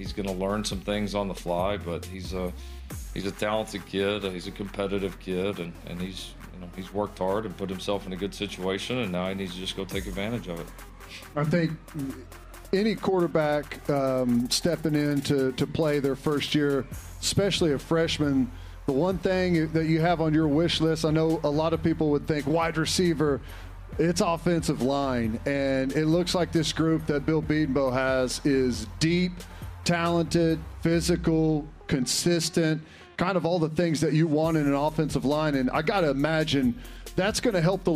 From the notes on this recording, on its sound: LIVE form Rudy's Country Store and BBQ.